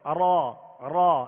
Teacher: را کو ادا کرتے ہوئے اس کی آواز میں کپ کپاہٹ سی پیدا ہوگی. لیکن زیادہ اگر کپ کپاہٹ پیدا ہوگی تو ایک را کی جگہ کئی را پیدا ہوں گی.